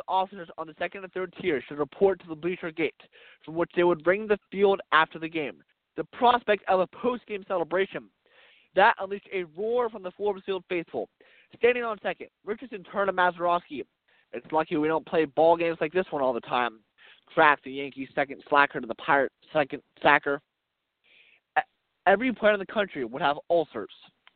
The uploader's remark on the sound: We are coming to you live from Mazeroski Field in Oakland